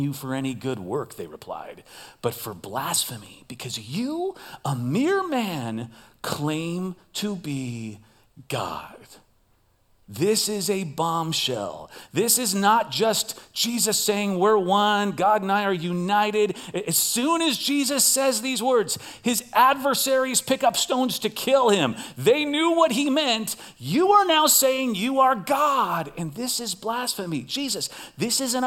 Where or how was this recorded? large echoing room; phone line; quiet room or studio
large echoing room